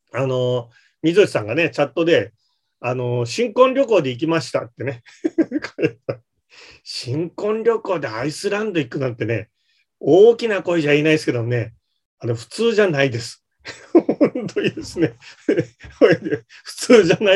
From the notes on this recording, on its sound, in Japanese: ZOOMで開催しますので、視聴者の皆さんと一緒にやりとりしながら双方向で番組を進めてまいります！